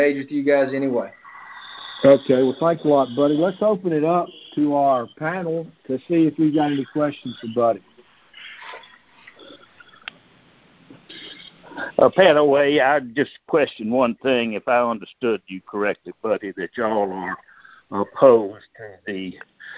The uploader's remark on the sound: Oct 2021 Monthly Conference Call